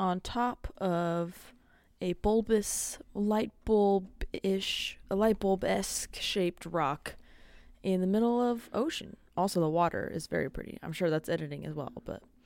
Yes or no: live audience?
no